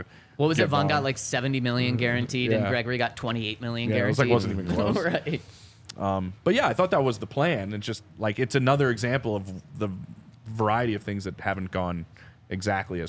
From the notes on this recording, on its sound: coming to you LIVE from the DNVR Bar